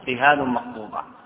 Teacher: بكسر الراء وفتح الهاء وإثبات ألف بعدها